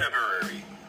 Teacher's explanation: But here in the United States, people say February and it's allowed, but there is no dissimilation detected in the way my soon-to-be 50-year-old brother says it